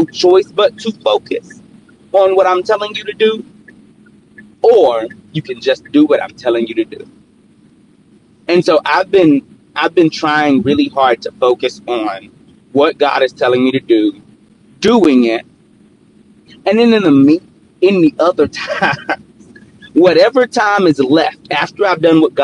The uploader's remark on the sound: Car Edition